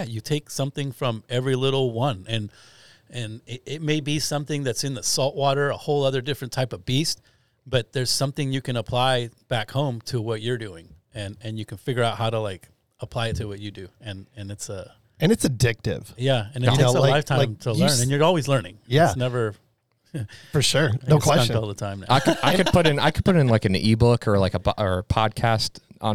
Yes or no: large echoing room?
no